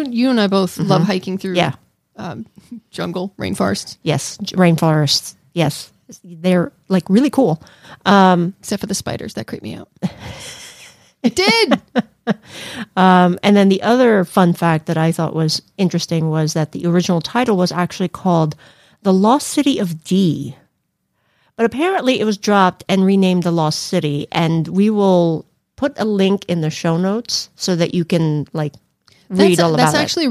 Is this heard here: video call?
no